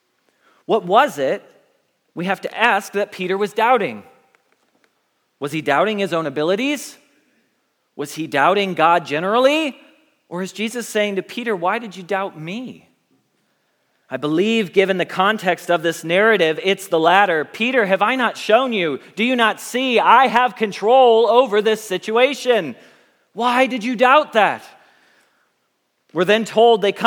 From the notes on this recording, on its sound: Message Preached at Valley Creek Church.